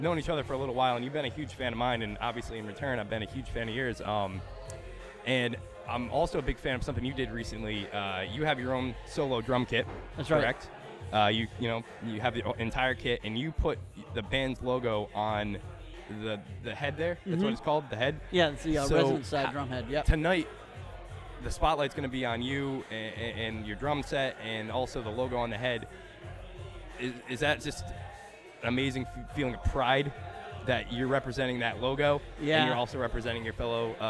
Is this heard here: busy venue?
yes